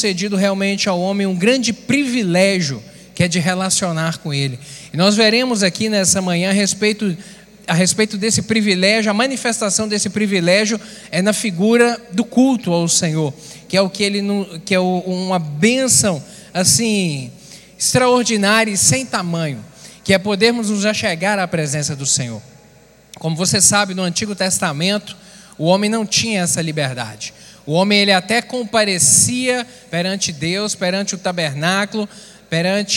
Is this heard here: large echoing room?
yes